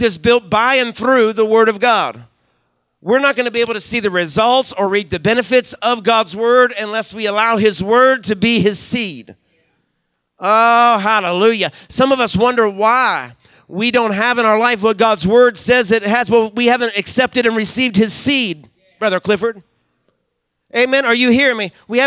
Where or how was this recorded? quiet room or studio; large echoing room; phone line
large echoing room